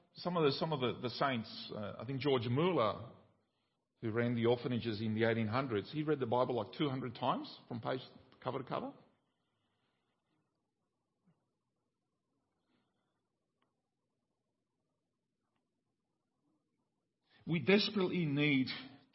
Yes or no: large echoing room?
yes